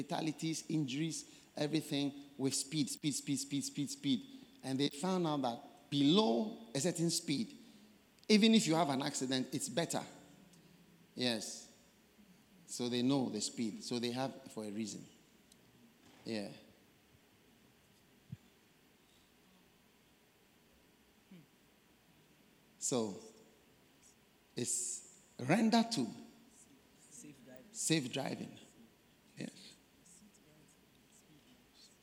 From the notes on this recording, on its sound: Preached at the First Love Centre, Accra - Ghana